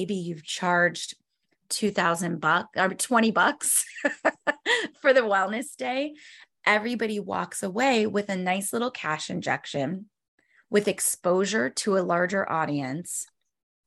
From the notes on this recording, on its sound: This week’s video is a recording of a webinar I did for FitBodies, Inc.